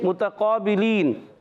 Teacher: میم پر پیش حرکتیں نہیں کھینچیں گے ہونٹ گول ہو جائیں گے